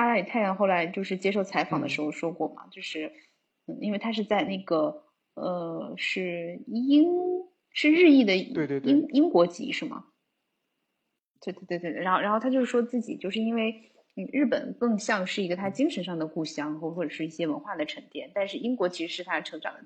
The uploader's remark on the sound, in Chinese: 由于信号的原因，导致录音听上次又一些延迟和「抢话」的错觉